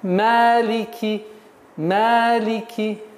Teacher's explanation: И поэтому следует обратить внимание на ударение. Малики в размере двух огласовок. Такое мягкое удлинение.